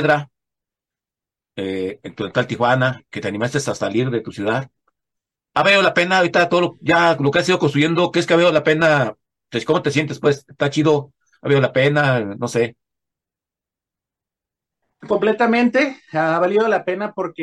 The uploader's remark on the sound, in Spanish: Charlamos via zoom